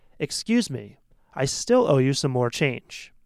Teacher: Hopefully you can hear that short pause after excuse me and the emphasis on still.